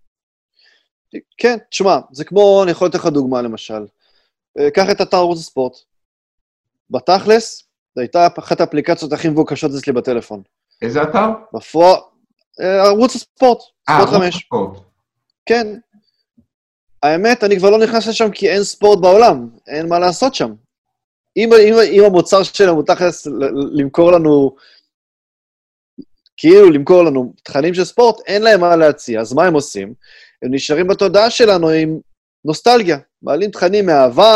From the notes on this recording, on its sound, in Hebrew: כולנו בבית וגם תוכנית זו הוקלטה בזום בבית.